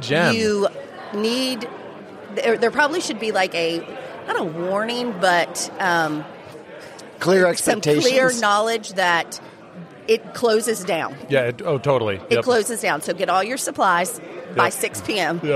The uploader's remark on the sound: Broadcasting live from one of the charming locales managed by Innisfree Hotels